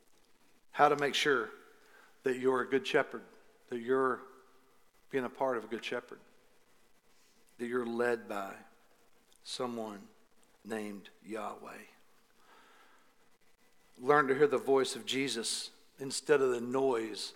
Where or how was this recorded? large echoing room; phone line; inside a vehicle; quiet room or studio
large echoing room